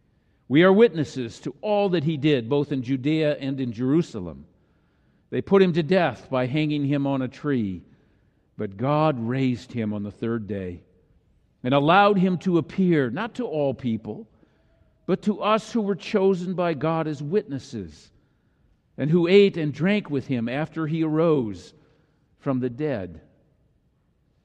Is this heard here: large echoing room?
yes